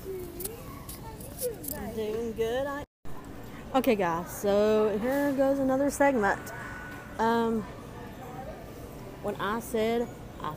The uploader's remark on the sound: Recording This episode In Walmart. I wanted to have a bit of fun while shopping so we decided to vlog and Record today’s vlog.